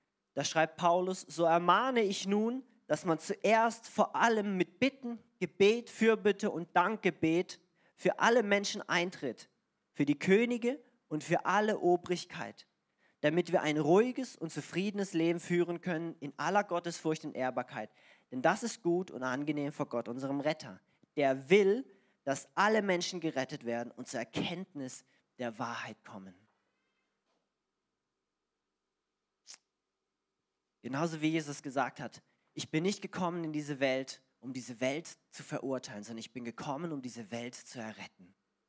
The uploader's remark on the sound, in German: Diese Folge wurde am Sonntag den 26.09.2021 in der Gemeinde Kaleo Schopfheim aufgenommen.